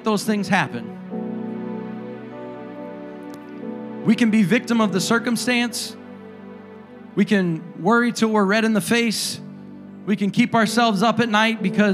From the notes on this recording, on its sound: a service recording from Connect Point UPC